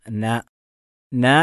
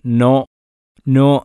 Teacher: അതുകൊണ്ട് ഒരിക്കലും അതിന് തഫ്ഹീമാക്കി പറയരുത് നോ എന്നല്ല ന, ന എന്ന് വായ തുറന്നാണ് പറയേണ്ടത്, നോ നോ എന്നല്ല പറയേണ്ടത് · Shown in: first take · അത് തഫ്ഹീമാക്കുന്ന രൂപമാണ്. · Term: തർക്കീക്കാണ്